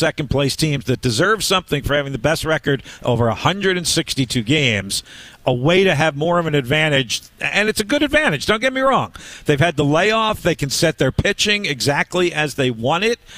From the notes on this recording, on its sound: broadcasts live from Uptown Alley Richmond